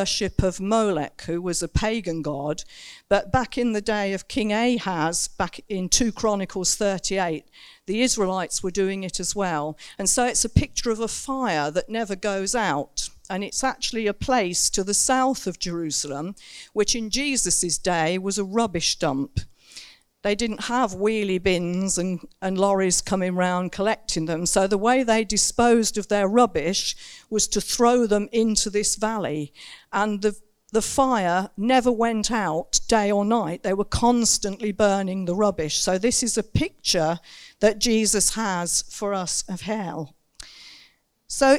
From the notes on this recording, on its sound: Recorded Live In Saxon Hall, Raunds. (limited amount of people as in lockdown).